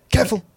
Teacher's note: It's a two syllable word, careful, but she squeezes it into one syllable.